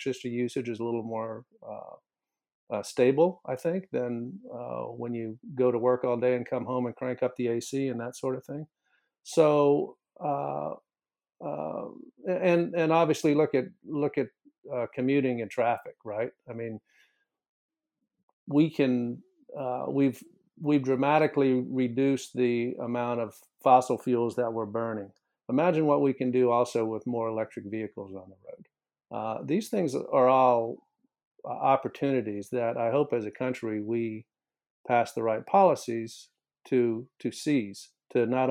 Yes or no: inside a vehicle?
no